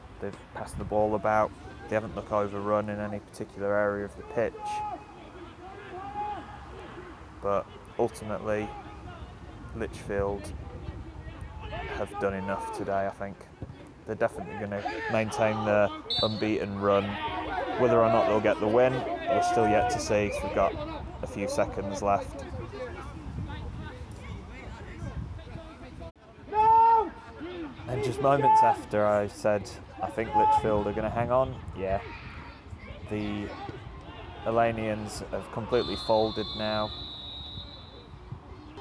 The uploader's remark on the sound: Live football is back folks. In this first ever live recording he heads over to Kings Park, his 212th football ground. Stone Old Alleynians versus Lichfield City is a perfect Staffordshire derby.